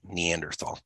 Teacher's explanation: I use the TH sound, not T sound.